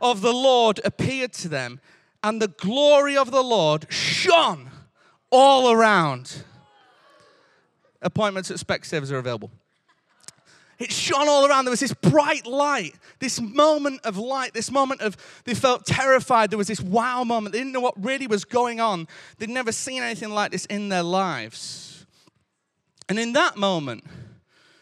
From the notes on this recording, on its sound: Recorded live at Life Church Lancashire on Sunday 18th December 2022